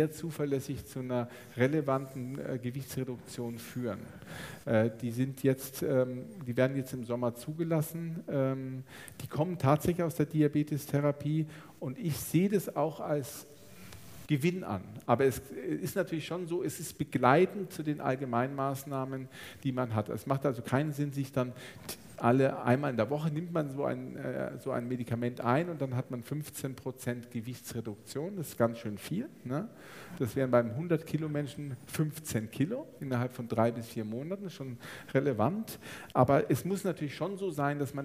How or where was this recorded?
live audience